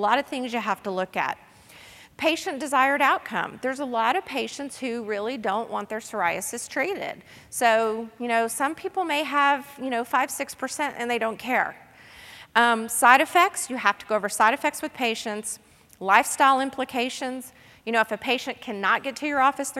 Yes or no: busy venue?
yes